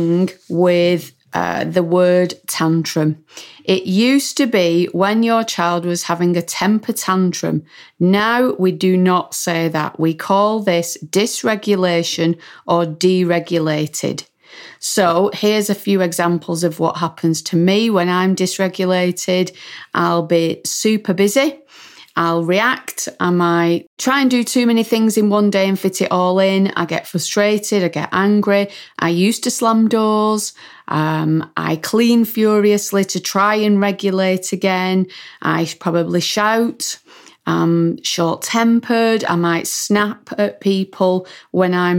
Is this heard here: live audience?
no